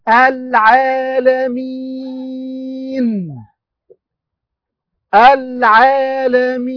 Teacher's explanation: ياء مد عارض للسكون، اثنان، او اربع او ست حركات، ياء مد عارض للسكون، اثنان او اربع او ست حركات، نون ساكنة عند الوقف.